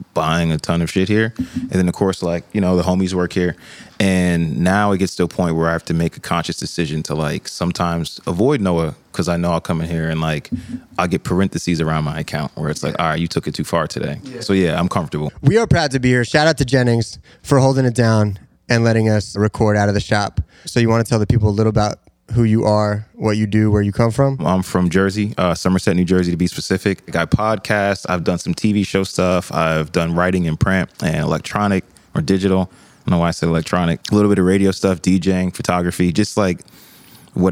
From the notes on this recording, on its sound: We've also found ourselves a new home, recording live from the Noah store in Soho.